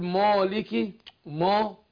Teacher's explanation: الألف أهي قبلها حرف مرقق اللي هي الميم